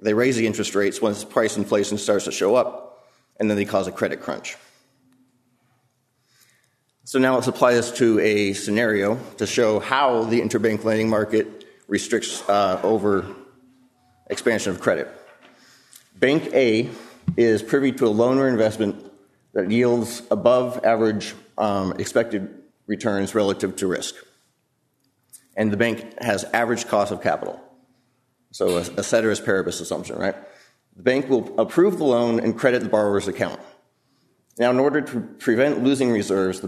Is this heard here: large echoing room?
yes